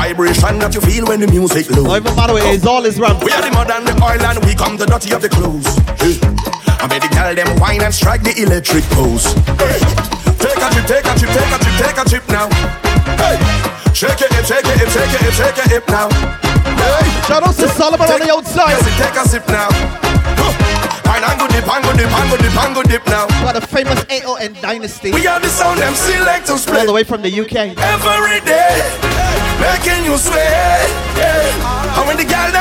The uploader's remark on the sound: LIVE AUDIO FROM BLUE,YELLOW & SPLASH COOLER POOL PARTY BARBADOS